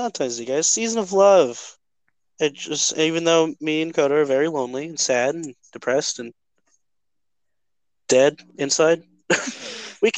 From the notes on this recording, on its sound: Audio might be a little bad